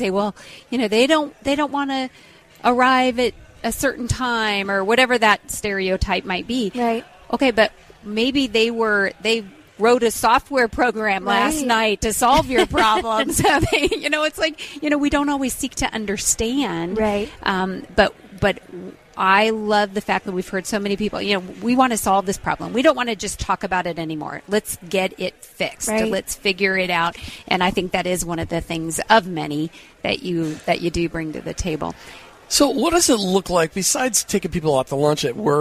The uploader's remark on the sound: From our time at this year’s Workmatters Conference in Rogers, Arkansas to grab a bevy of interviews